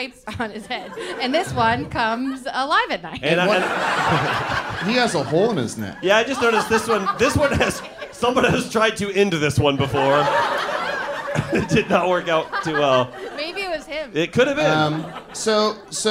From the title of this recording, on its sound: L.A. Live Show (7:30pm show)